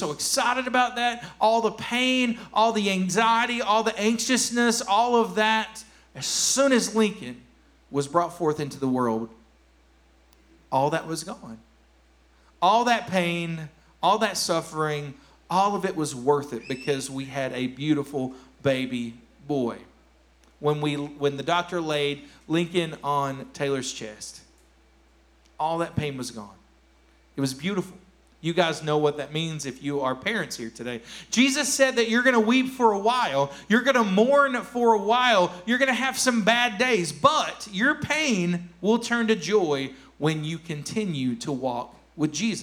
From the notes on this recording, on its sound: Here is a rebroadcast of our service.